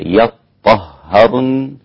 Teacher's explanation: بفتح وتشديد الطاء والهاء · Term: بالتشديد